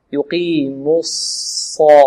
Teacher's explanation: ننتقل من الميم إلى الصاد لكن لا نضم الشفتين في الصاد في كلمة الصلاة